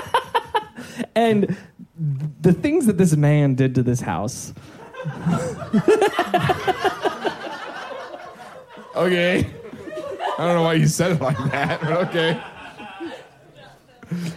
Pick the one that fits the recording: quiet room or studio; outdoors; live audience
live audience